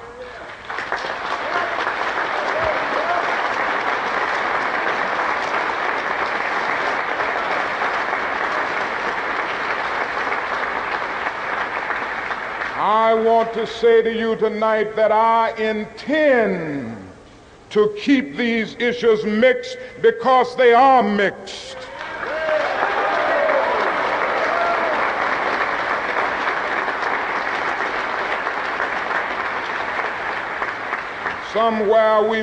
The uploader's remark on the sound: delivered this speech in 1967 at the first and only National Conference for New Politics